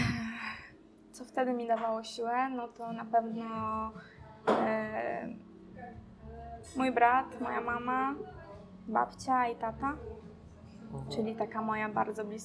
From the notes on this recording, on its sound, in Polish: Ostrzegam, że nagrywamy w kawiarni, więc z góry przepraszamy za dźwięki otoczenia.